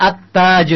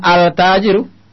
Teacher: Alif lam, lamnya masuk ke huruf yang selanjutnya. Lamnya melebur dengan huruf selanjutnya. · Shown in: first take